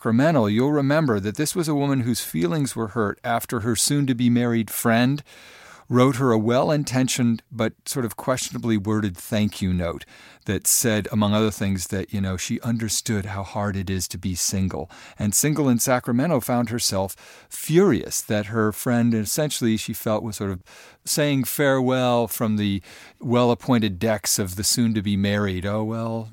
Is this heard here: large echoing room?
no